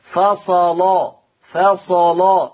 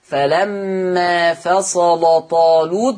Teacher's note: غلظ ورش، كل لام مفتوحة مسبوقة بصاد مفتوحة، يبقى ورش غلظ اللام المفتوحة لما جاء قبلها صاد مفتوحة. إذن يستنتج من القاعدة السابقة ما يلي، إن اللام مغلظة وصلا فصلا فصلا، أدي غلظ اللام ورش. · Term: تغليظ اللام